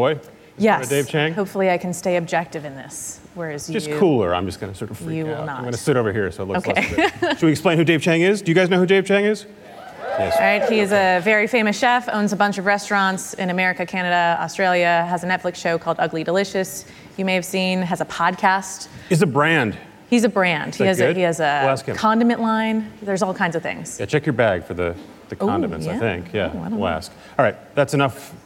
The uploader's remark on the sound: Live at Code 2018